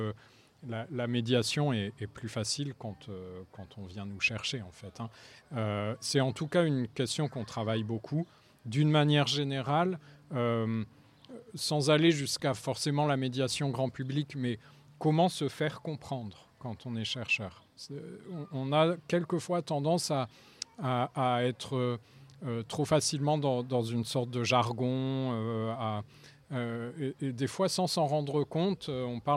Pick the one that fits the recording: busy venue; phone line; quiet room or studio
busy venue